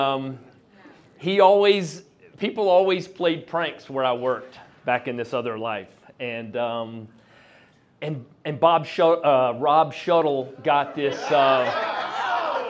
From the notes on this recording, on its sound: Anonymous story recorded on February 21st at Petra's. Goes south is a live storytelling event out of Charlotte, NC. This podcast combines audio recordings from these live events to share with you! Goes south live events take place on the 3rd Tuesday of the month at Petra's in Historic Plaza-Midwood, Charlotte, NC.